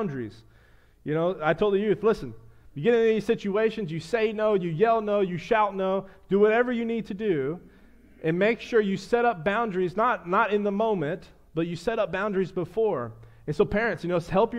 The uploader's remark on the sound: a sermon I preached to the church